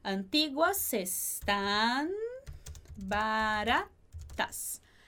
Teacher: esse S de antiguas também vai juntar com o E de están